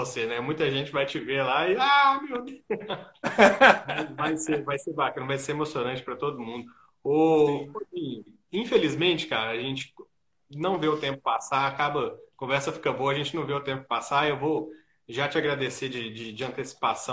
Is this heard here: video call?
yes